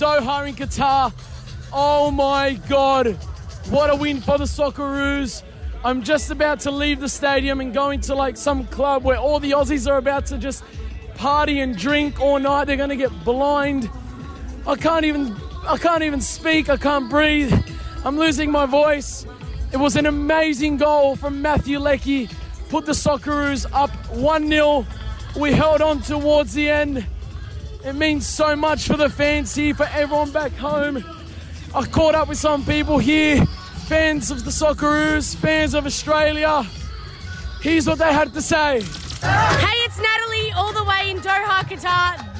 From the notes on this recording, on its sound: The atmosphere sounds insane as he runs into fellow Aussies!